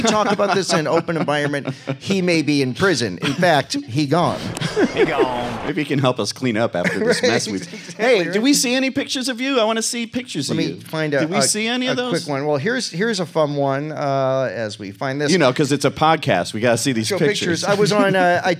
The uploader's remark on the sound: LIVE from …fest 2023! The Untitled … Podcast recorded their first-ever live show at The Fest For … Fans in Rosemont, IL; proud home of a Caddyshack restaurant and a surprisingly large mafia influence. In front of an unsuspecting, live audience.